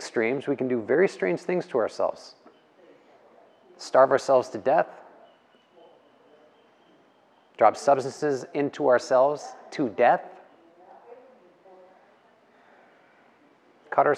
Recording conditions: live audience